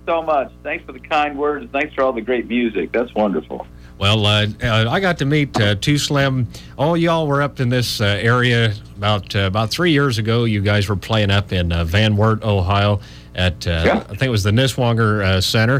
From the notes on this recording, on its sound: We had two members of the band call in to The Chubby Howard Show